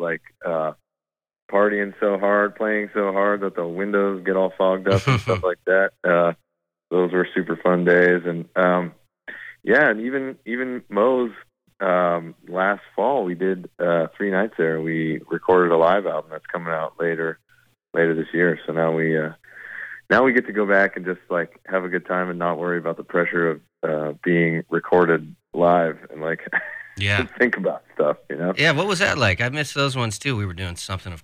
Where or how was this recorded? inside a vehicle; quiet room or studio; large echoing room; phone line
phone line